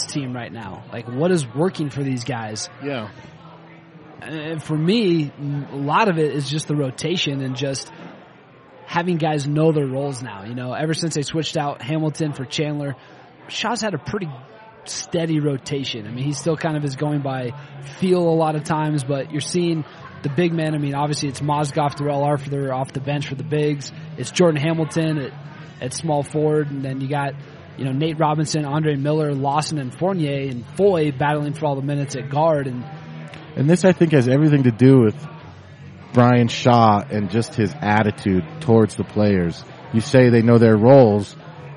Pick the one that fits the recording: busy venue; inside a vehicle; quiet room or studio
busy venue